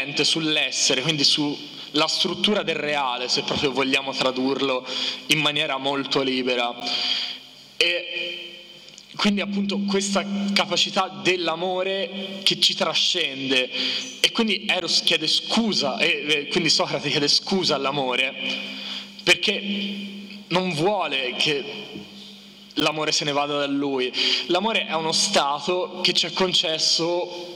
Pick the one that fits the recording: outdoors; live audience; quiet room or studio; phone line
live audience